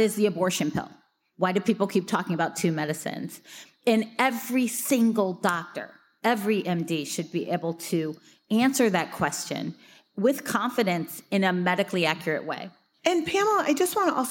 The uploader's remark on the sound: Live From Netroots Nation. Recorded live back in July at the Netroots Nation gathering in Chicago.